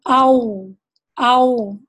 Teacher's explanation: اس میں ہوٹ گول ہو رہے ہیں